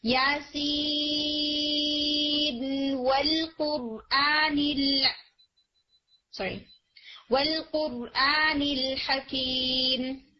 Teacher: تو بھی آپ سین یعنی نون کو آگے والے واو کے اندر ادغام نہیں کریں گے، بلکہ سین پورا پڑھ کے پھر آپ واو یعنی ادھار کے ساتھ پڑھیں گے. · Term: اظہار